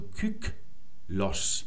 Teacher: Und dann haben wir hier ein ü, das ist betont